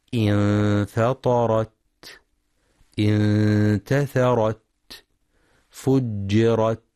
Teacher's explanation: وينتبه القارئ للتاء المفتوحة، فلا يقرأ بترك الهمس